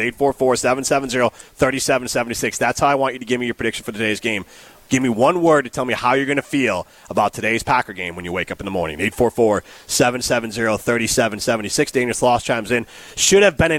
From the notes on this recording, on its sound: broadcast live from Chalmers Jewelers in Middleton